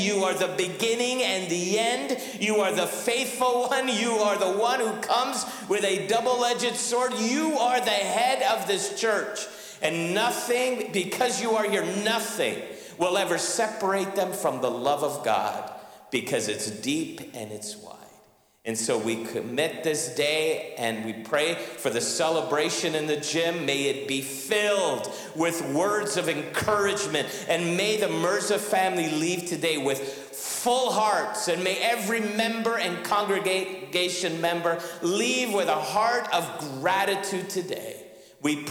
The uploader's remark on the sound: Sunday Service live broadcast